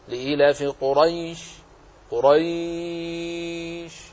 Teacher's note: ها هنا قريش ياء لينية لأنها ساكنة مفتوح ما قبلها